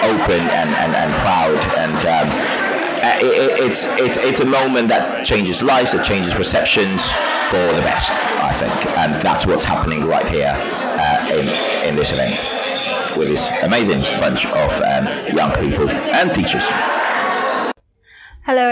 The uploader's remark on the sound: Live from Pompano Beach High School International Summit 2023. This week's episode was recorded at Pompano Beach High School International Summit and is made up of many different small interviews.